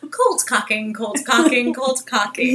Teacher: It really gets those glottal stops going.